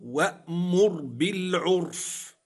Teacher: الراء ساكنة سكون أصلي وقبلها ضم تفخم